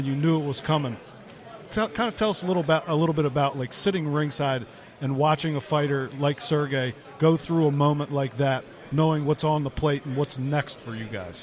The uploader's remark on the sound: Live from Canelo vs. Kovalev